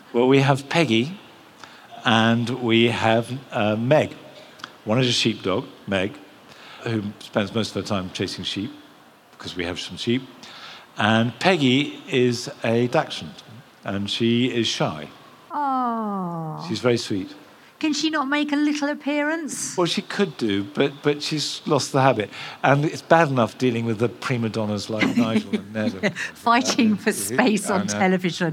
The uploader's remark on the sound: Recorded at BBC Gardeners’ World Live. The live audience listened.